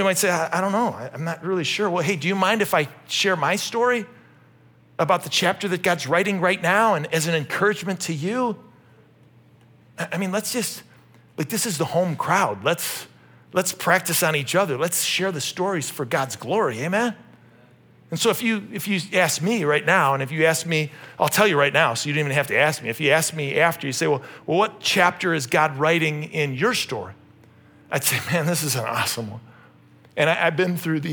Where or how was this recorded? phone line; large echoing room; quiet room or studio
large echoing room